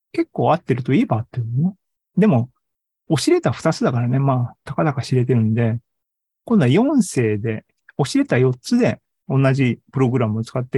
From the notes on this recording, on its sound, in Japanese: ２０２２年１１月３０日に開催した ZOOMライブの模様です。